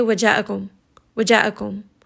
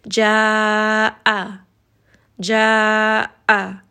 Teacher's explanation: So it's a very quick switch otherwise, to move from one area, which is the jawf, all the way down to the lower throat would be very difficult without this med. And this med is allowing us time to complete the sound of the jawf and then switch down to the hamza without merging any of these letters. · Shown in: second take